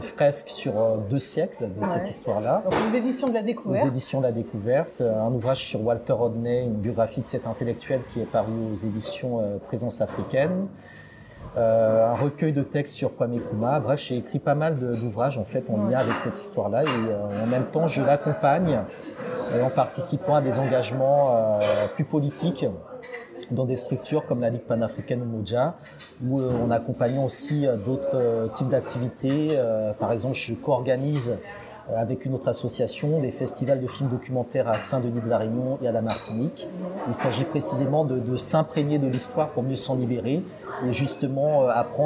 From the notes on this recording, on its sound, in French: Je l’ai retrouvé à Paris, dans un café. Un peu de bruit d’ambiance donc, autour de notre conversation.